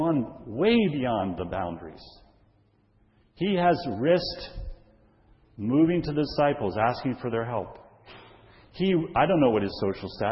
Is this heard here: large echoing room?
yes